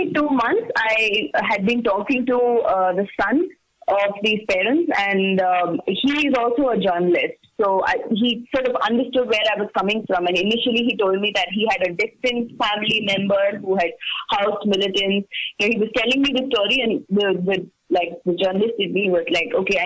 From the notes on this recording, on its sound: join us over the phone